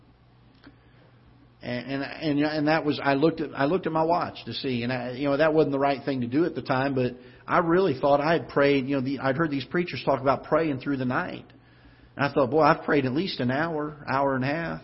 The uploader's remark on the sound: Ketha Heights Baptist Church ~ Live Broadcast